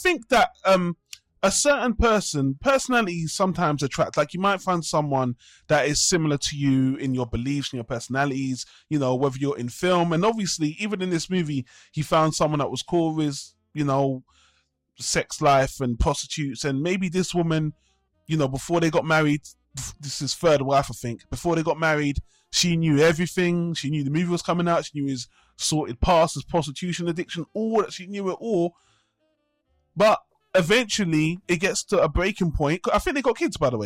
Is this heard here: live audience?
no